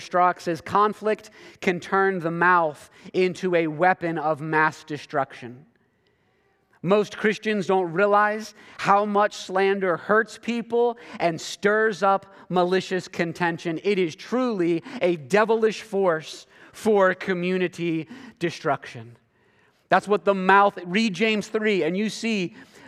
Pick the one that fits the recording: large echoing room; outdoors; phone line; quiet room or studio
large echoing room